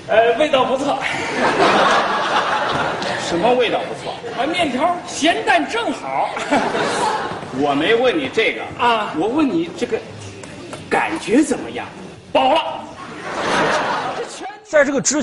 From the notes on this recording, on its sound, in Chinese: 還有聽故事的觀眾。